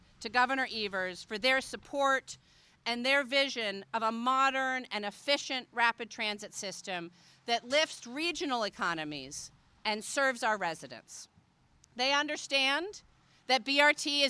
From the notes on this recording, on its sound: News Conference. Bus Rapid Transit Ground Breaking.